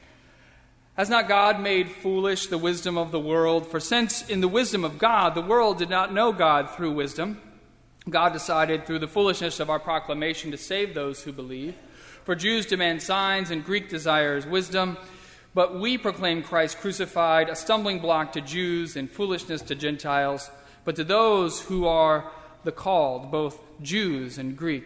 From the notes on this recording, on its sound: during the Heritage service (10:30 am) on Sunday June 19, 2016, at First Presbyterian Church of Arlington Heights, Illinois.